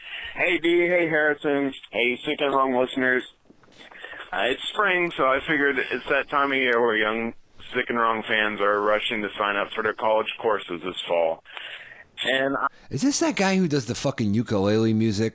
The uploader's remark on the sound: Phone calls.